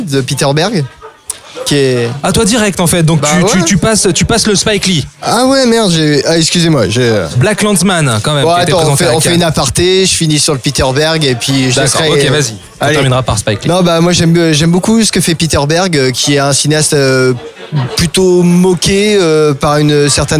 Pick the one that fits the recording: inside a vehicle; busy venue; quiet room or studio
busy venue